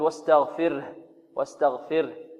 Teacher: يعني ها خفيفة ربما لا تكاد تبين